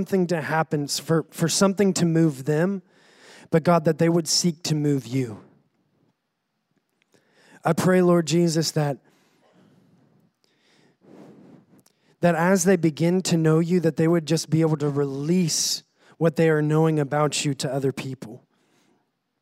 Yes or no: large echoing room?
yes